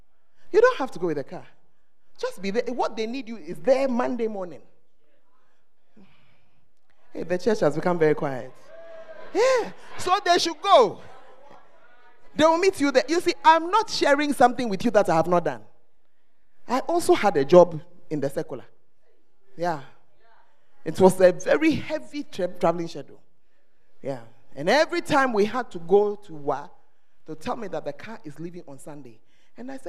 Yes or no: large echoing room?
yes